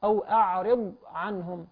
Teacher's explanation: الراء مكسورة فبالتالي ترقق